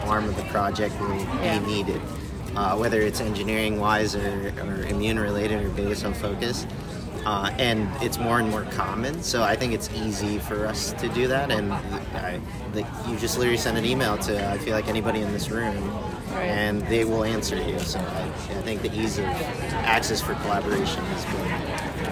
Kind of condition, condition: setting, busy venue